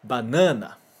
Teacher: o primeiro na que aparece, a gente fala mais forte